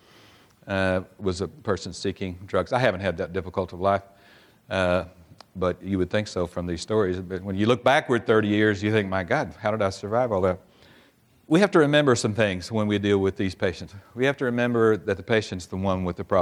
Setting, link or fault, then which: setting, live audience